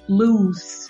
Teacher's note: a pronúncia muda também com dois O's, o som não é de Z, o som é de S